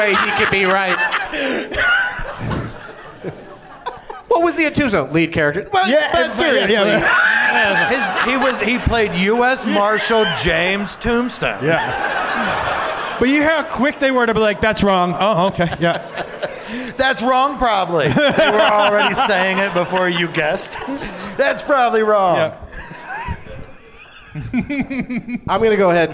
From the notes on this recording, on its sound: Live from Helium Comedy Club in St.